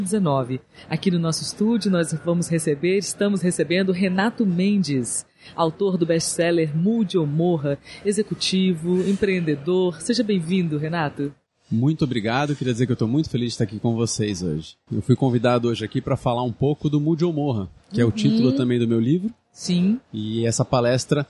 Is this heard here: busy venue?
yes